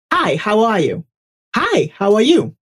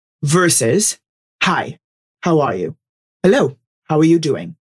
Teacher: The second thing that really helps, I have noticed, is I drop my voice an octave. · Shown in: second take